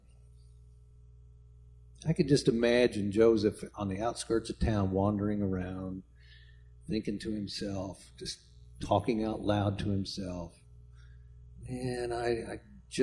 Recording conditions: large echoing room